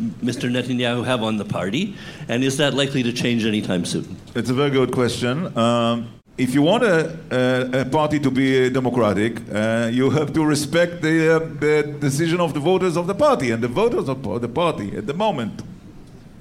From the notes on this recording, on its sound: as part of the first-ever live taping of The CJN Daily